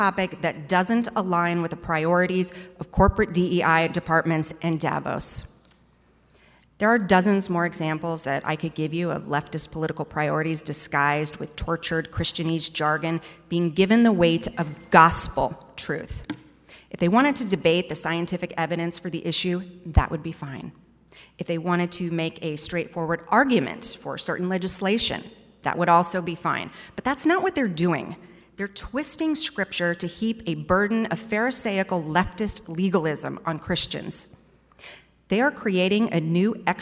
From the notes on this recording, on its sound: NatCon 3 Miami. Address at the Miami National Conservatism Conference on September 13, 2022.